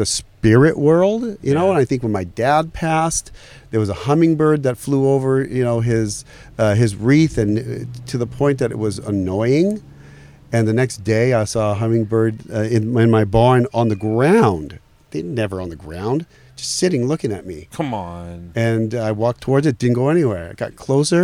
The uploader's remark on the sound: Our first episode recorded in the #YEWbus